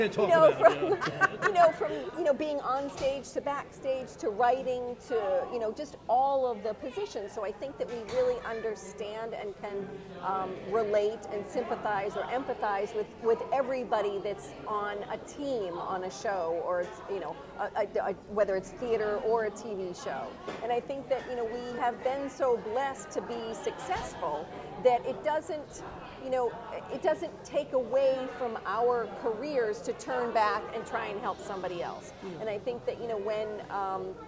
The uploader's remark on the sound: “Live From The Edison Hotel Times Square Chronicles Presents”, is a new show that is filmed live every Wednesday from 5 – 6 in the lobby of the iconic Hotel Edison, before a live audience.